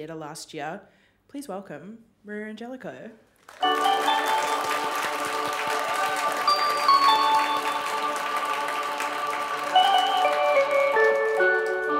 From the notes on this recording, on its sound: Live at the Wheeler Centre. A special live recording of their hit podcast See Also. At the Wheeler Centre as part of Spring Fling.